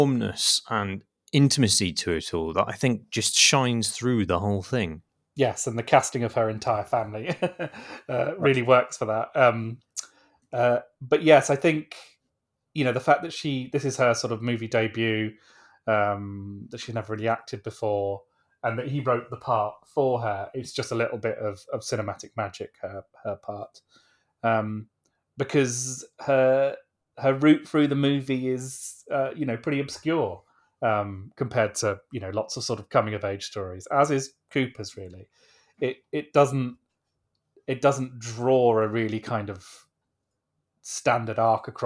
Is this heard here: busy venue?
no